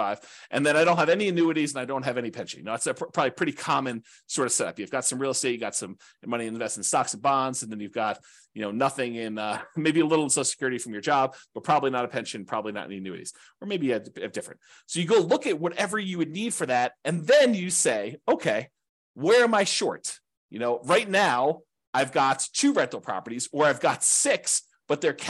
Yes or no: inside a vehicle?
no